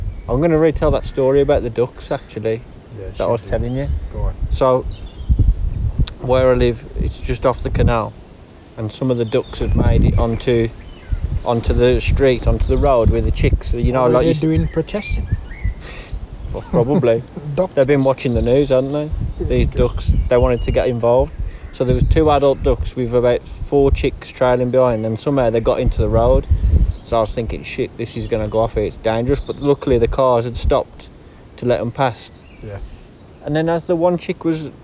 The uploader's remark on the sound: Their first non-Skype podcast, brought to you live from the Wilderness including an interaction with at canal pirate.